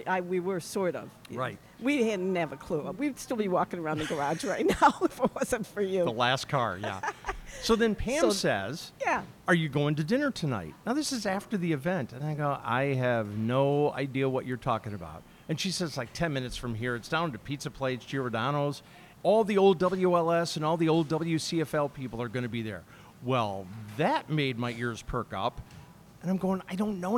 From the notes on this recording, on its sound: We recorded our conversation at Frankie's Deli in Oakbrook Terrace, Illinois on May 31, 2023.